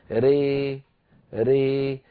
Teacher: بعض إخوانا بيقولوا مجريها، مجريها يا أخي صارت ياء، هذه ليست بياء وليست بألف خالصة، هي ألف مخلوطة بياء بنسبة واحدة، يعني بعبارة أخرى بنقول 50% ألف و50% ياء · Term: الإمالة الكبرى